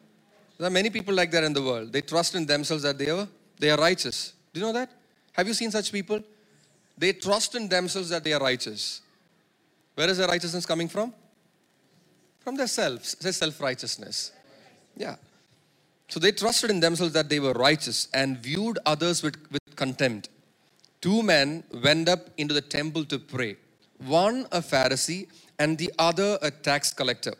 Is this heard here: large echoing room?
yes